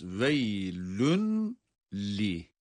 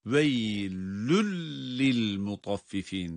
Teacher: Veylül lil mutaffifin derken, burada bakınız, veylün li. Tenvin kendisinden sonra gelen bir lam ile bir arada idgamlı okunacak. · Shown in: second take · Veylün li değil, veylül lil mutaffifin, tenvin lama idgam edilecek.